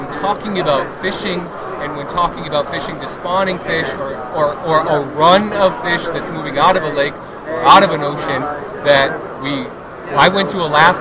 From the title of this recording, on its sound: Live from the Denver Fly Fishing Show